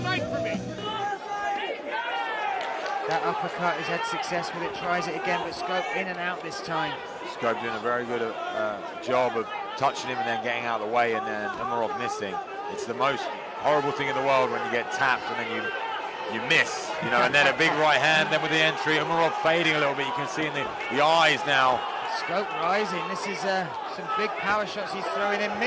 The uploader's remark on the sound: Live reaction from cageside at the SSE Hydro.